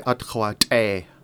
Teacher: In Juneau, everybody would say, Atkhwat'e, with a different vowel at the end. · Term: vowels shift